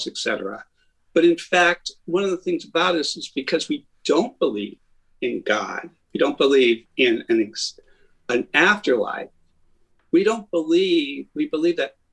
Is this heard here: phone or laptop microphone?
no